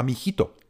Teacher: A g a i se vyslovuje jako ch, to by bylo amichito.